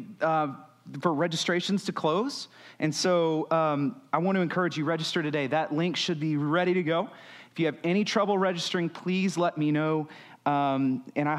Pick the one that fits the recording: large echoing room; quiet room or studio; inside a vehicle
large echoing room